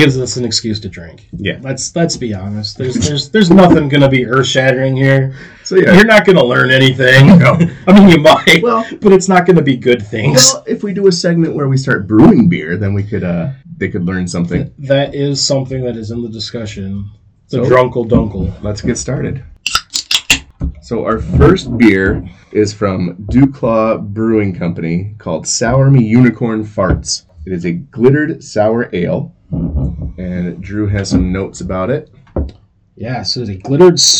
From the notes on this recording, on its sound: The audio is a little rough, but this is our first time back in about 3 years.